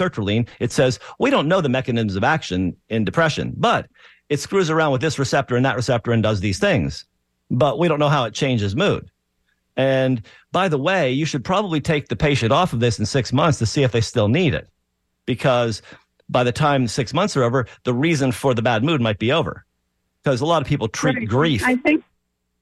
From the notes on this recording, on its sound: Show features expert advice and informative discussions with callers.